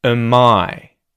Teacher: we can turn the A sound in the auxiliary verb am into a schwa sound